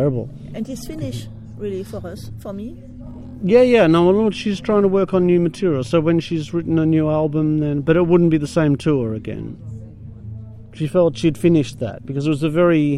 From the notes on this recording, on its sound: Live interview or Conversation under the Stars at The Hacienda in Nimes France October 2012. Sat down at a table under a tree and I recorded our very relaxed conversation.